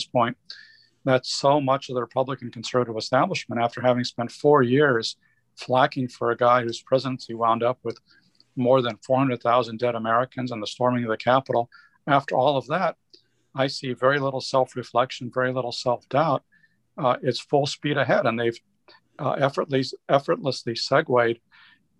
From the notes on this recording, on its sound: an audience that joined the discussion as part of our new, weekly, "Ask the Blob" Webinar Series